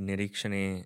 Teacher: And yet, for a word with such deep multiplicity of meaning, in its pronunciation, it places emphasis on the sound ksha in the third syllable